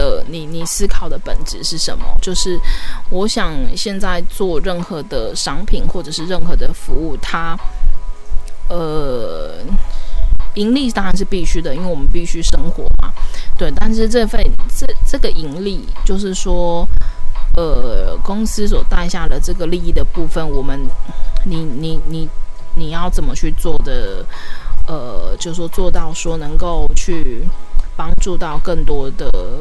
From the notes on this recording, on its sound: P.s錄這集的時候不小心忘記關電風扇，所以可能一直會有一個雜音在這個錄音單集裡面. When recording this episode, I accidentally forgot to turn off the electric fan, so there may always be a noise in this recording episode.